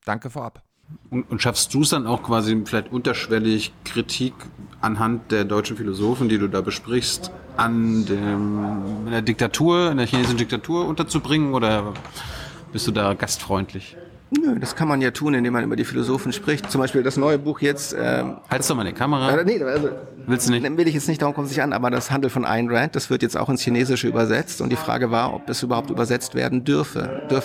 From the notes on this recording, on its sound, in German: in der Berliner Buchhandlung Ocelot aufgezeichnet